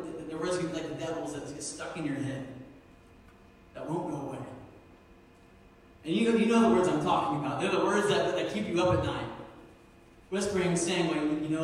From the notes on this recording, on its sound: Sermon was preached October 27, 2019 at Meadville Church of the Nazarene